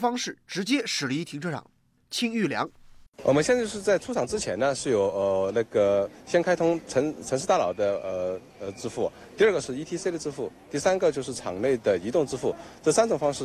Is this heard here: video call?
no